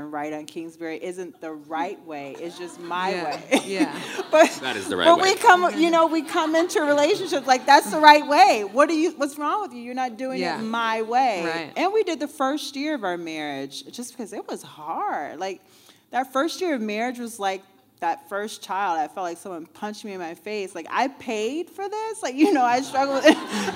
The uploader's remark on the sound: Live Panel in Chicago. In our live podcast from Chicago.